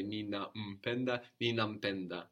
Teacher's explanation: And this mu would become just a m, an m, before a consonant sound.